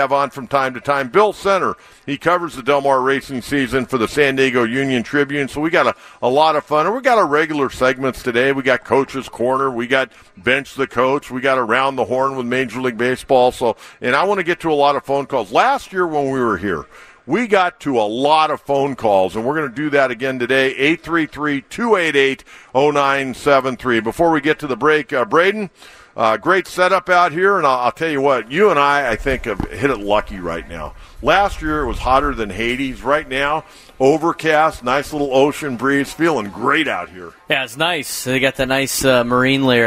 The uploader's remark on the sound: Live from Del Mar Opening Day